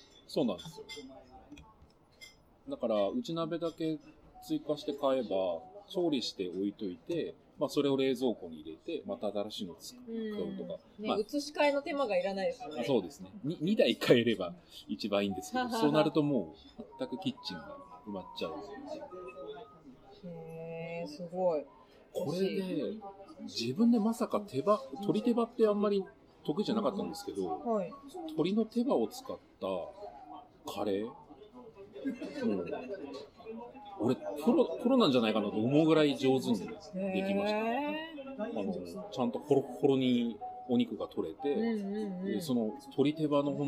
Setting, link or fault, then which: setting, busy venue